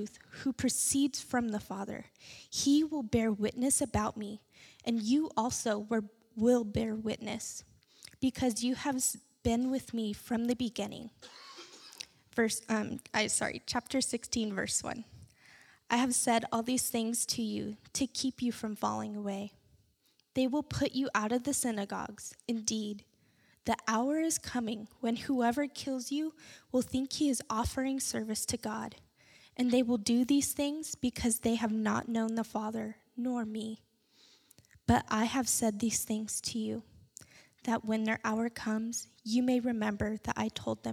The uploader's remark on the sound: This message was recorded on July 17th, 2016 at our Menifee campus.